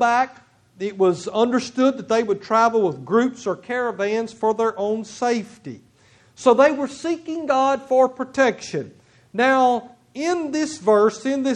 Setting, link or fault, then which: setting, large echoing room